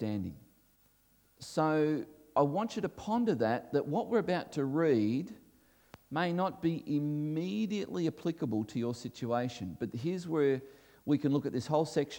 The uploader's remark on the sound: This was recorded before a live audience